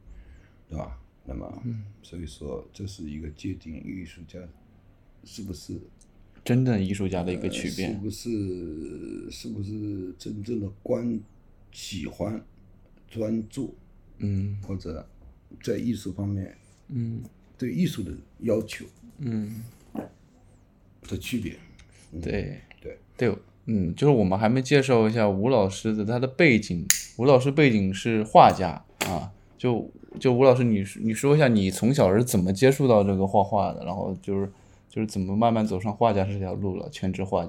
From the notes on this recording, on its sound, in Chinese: 本期录制时环境比较嘈杂